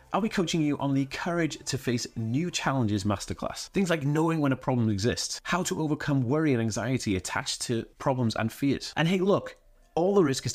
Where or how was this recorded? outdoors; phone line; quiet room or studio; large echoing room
quiet room or studio